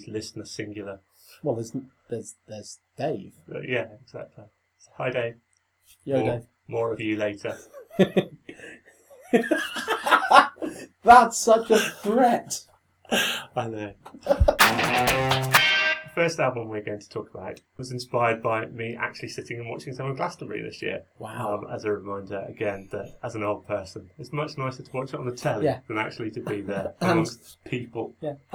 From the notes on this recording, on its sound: Battling (and ultimately losing) against a range of audio gremlins. Hidden somewhere beneath the murky sound.